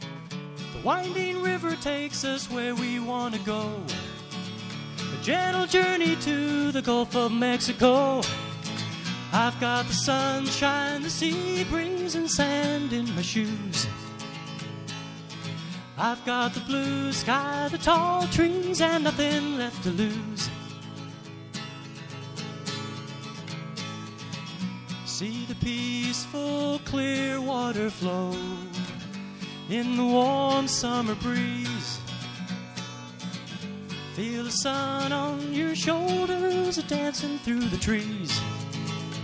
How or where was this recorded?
busy venue